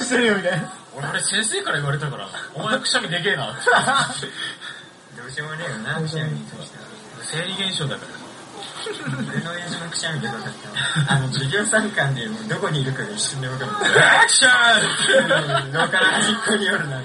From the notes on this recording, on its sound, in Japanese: 飲みながらの収録なのでやかましかですばい